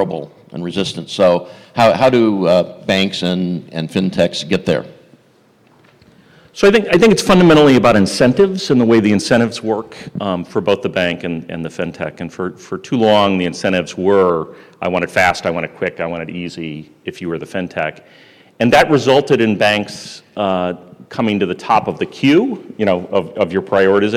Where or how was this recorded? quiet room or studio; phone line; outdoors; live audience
live audience